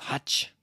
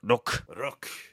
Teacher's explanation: it's another instance of high vowel devoicing. In other words, e's and u's in Japanese are high vowels.